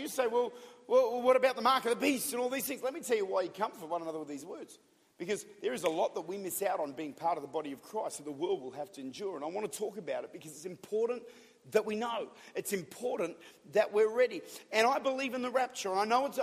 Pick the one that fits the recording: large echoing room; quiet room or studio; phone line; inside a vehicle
large echoing room